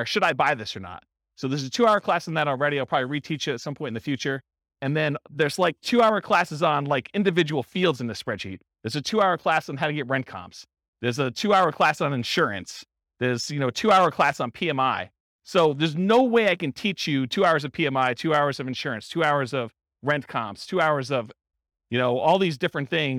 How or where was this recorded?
live audience